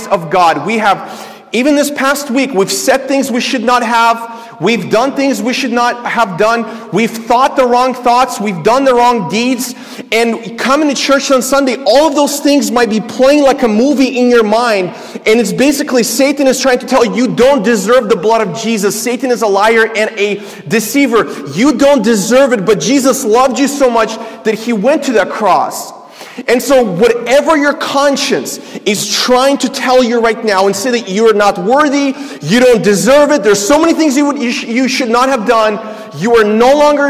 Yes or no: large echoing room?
yes